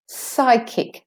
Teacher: Both syllables are stressed. Psychic. The psi is slightly longer.